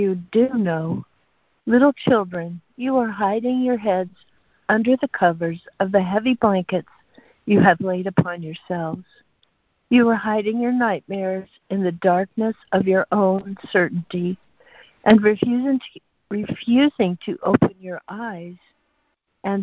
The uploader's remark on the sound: ACIM Daily Conference Call